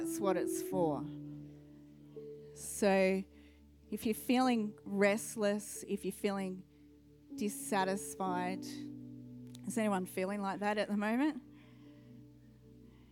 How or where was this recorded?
large echoing room